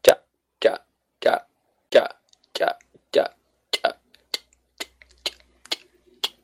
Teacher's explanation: CH, but without the aspiration · Term: JA